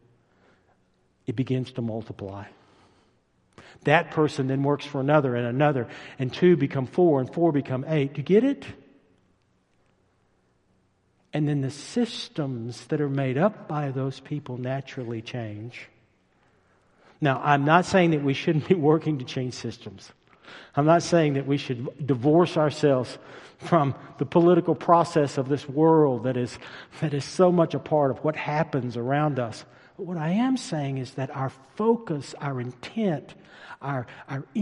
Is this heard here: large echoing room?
yes